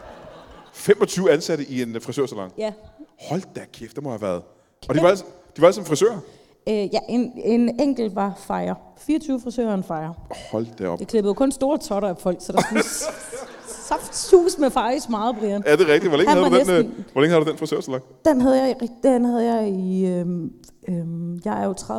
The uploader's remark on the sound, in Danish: LIVE fra Kjellerup